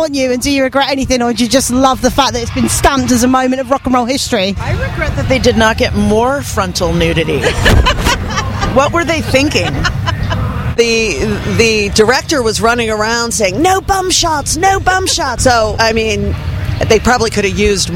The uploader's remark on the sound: backstage at Download Festival 2018